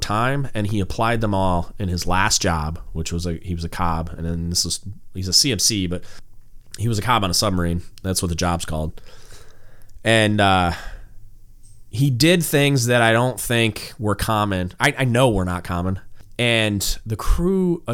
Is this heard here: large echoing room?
no